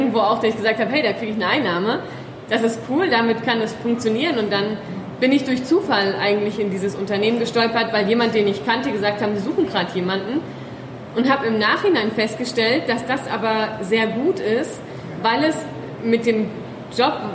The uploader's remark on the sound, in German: Live-Mitschnitt vom Sidepreneur Meetup Frankfurt. Wir haben die Panel-Diskussion von vier Sidepreneuren aufgenommen.